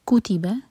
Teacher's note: جیسے کو تی با ہے تو کو پر زور دیں گے